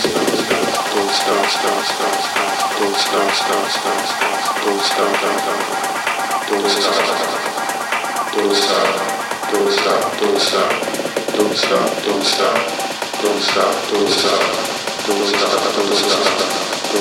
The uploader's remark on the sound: Live from Girafe Sauvage - Gent